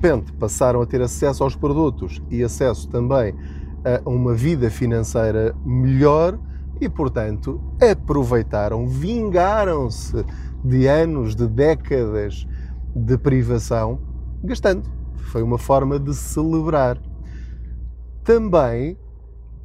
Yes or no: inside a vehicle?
yes